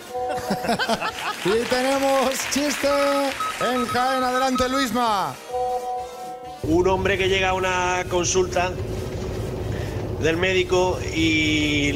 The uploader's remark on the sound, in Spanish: Nos hemos ido al centro de Madrid para hacer el programa en directo en compañía de nuestros oyentes. Nos hemos ido al centro de Madrid para hacer el programa en directo en compañía de nuestros oyentes.